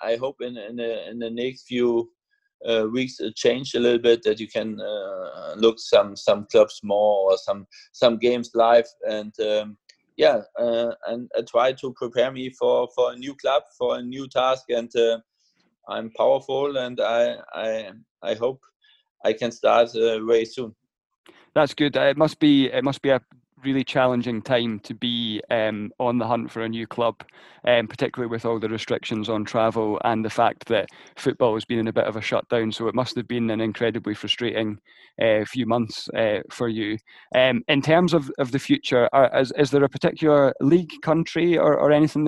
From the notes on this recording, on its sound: we caught up over Zoom to talk it all through